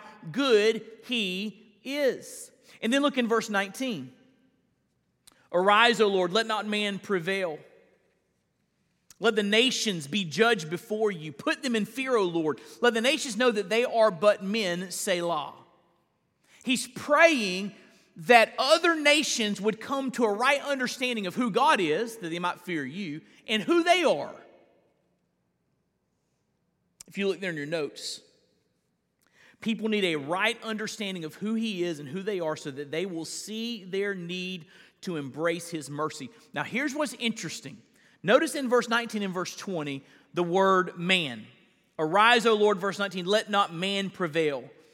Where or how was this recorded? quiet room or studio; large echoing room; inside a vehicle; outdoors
large echoing room